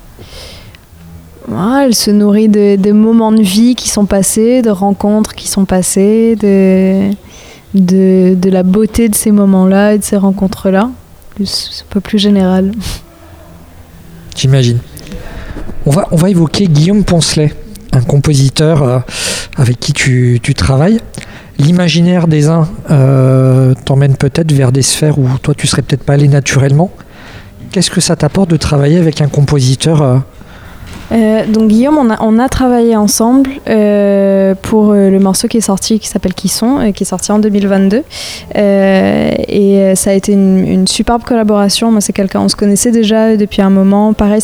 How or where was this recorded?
busy venue